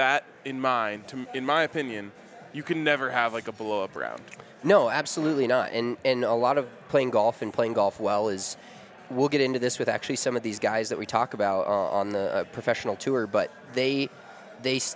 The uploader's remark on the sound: LIVE from the Farm House. A live episode of Big Drive Energy from the Breckenridge Farm House.